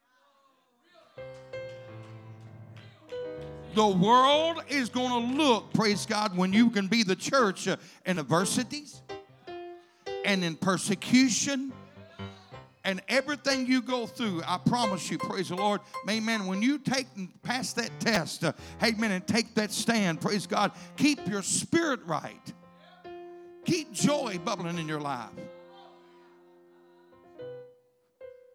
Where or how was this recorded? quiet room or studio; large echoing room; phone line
large echoing room